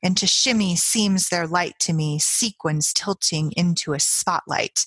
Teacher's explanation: There are several sibilant sounds there, the S's and the sh sound. And there are kind of really on the nose, in your face.